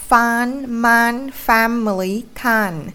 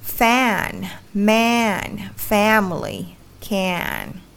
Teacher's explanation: Anh tiếng Anh, anh sẽ đọc nó là fan man family can, nhưng tiếng Anh Mỹ sẽ lai hẳn về âm E luôn · Shown in: second take